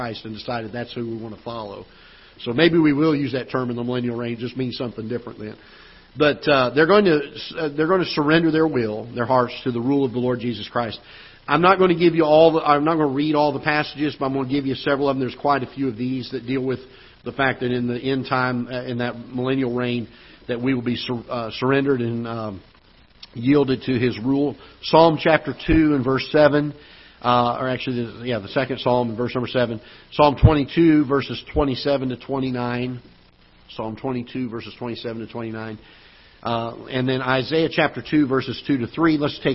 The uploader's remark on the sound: Ketha Heights Baptist Church ~ Live Broadcast.